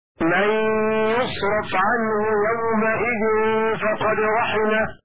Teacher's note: بضم الياء وفتح الراء على بناء الفعل للمفعول